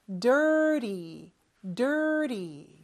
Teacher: 저 T 발음은 real과 비슷하게 혀가 입천장에 살짝 닿아 떨어지는 그러한 표현입니다. Dirty, dirty 이렇게 발음하면 돼요. · Term: T 발음을 좀 약하게